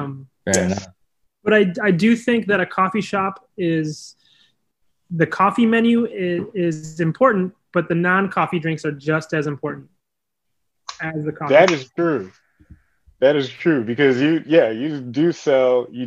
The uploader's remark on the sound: Recorded Live on Zoom